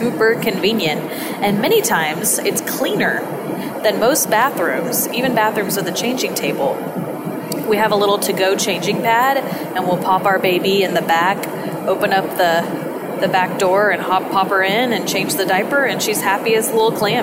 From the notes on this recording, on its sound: I recorded this episode from an airplane. Please forgive the less-than-ideal audio.